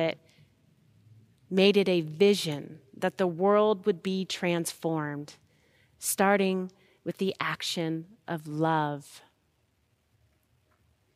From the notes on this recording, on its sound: Recorded live at Beatitudes Church in Phoenix, AZ